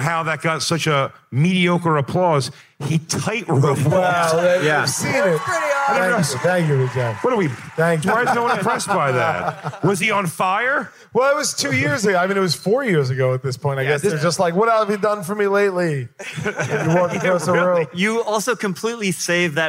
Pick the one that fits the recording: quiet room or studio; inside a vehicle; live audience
live audience